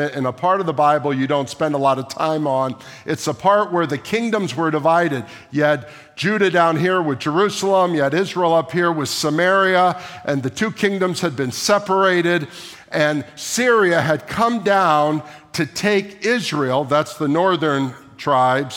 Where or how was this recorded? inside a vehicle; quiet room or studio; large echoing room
large echoing room